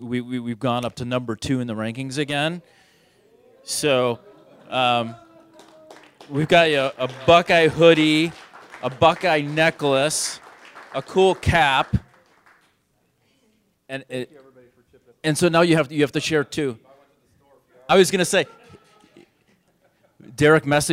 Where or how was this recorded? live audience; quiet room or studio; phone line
live audience